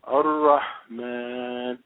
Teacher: So it's Rah, a little air coming out with the Ha because it has what we call sukun on it, but not a whole lot of air, just a little bit.